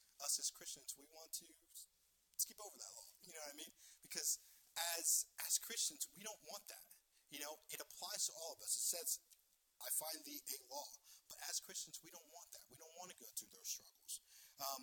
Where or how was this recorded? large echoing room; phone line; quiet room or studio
large echoing room